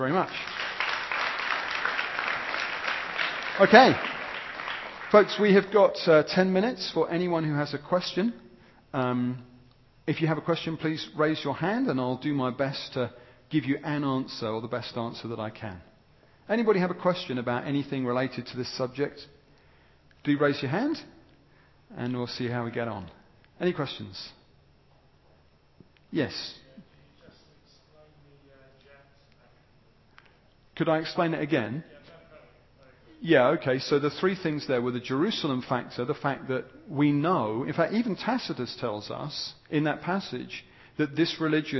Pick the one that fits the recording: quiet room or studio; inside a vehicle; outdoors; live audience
live audience